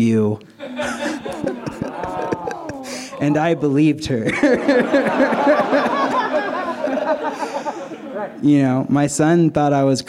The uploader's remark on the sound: This story was recorded live at Buntport Theater.